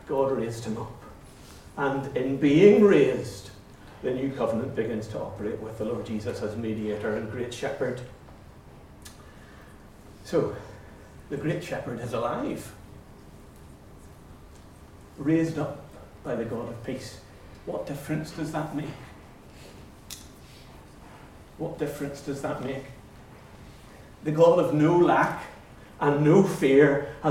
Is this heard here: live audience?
yes